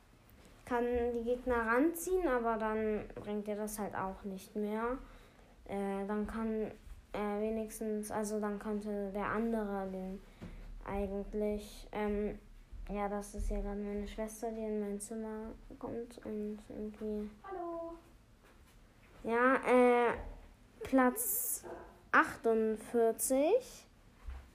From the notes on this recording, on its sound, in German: Sorry wegen den Nebengeräuschen